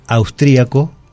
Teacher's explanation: Entonces, las palabras que terminan en iaco, tanto pueden acentuarse como no. Si se les pone acento, va en la i, y en ese caso, esa letra es la que tiene que sonar fuerte en la pronunciación.